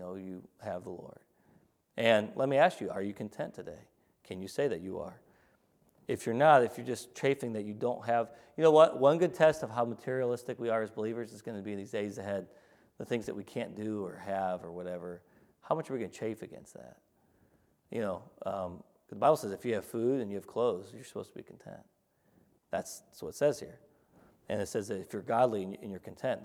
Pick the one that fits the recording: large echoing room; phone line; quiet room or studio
large echoing room